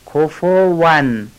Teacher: واو رو از بین دو لب ادا کنیم و لبمون به دندان مماس نشه